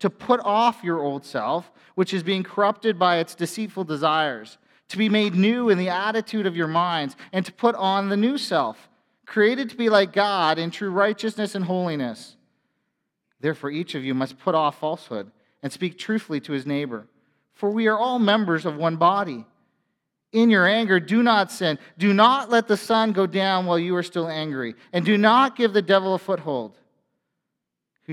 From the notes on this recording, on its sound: A sermon from FBC Church in Cobourg,